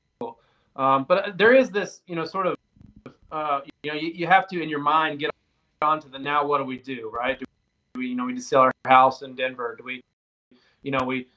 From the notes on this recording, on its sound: APOLOGIES for the wifi issues.